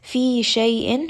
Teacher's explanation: Fi is going to be a two-count med. Shay'in. And then because I have stopped here, I'm going to give the hamza a sukun.